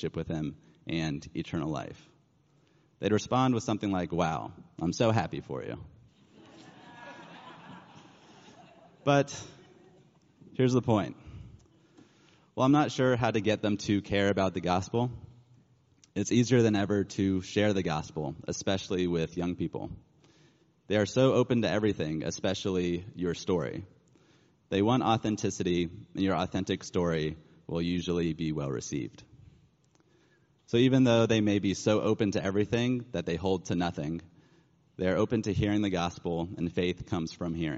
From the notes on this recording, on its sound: Reaching Our People Panel at Messianic Conference 2023. At the MJAA Messiah Conference.